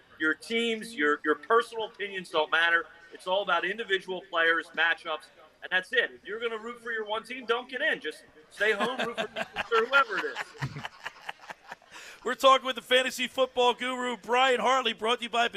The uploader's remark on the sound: Live remote at Yesterday's Creekside Tavern